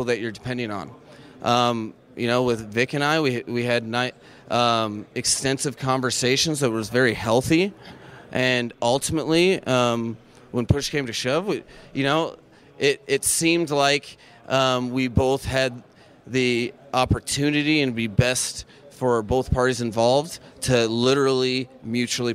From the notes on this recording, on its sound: we listen to sound from the NFL Combine today